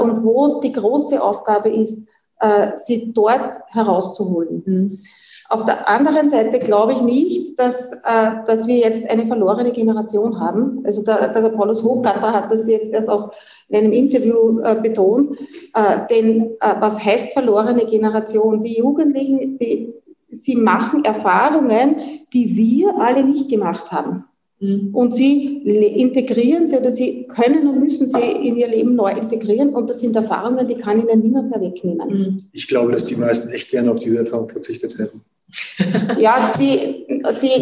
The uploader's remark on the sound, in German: Bei der kbw-online-Tagung "Hoffnung, Wandel und Wunder in Krisenzeiten".